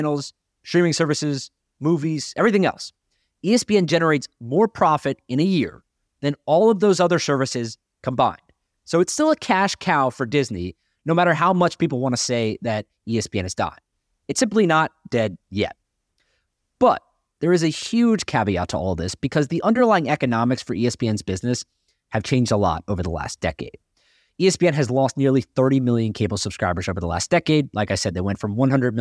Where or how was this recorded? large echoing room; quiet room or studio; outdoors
quiet room or studio